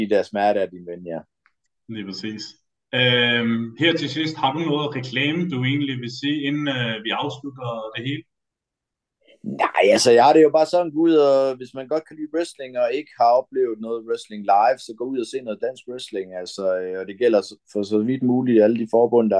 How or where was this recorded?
video call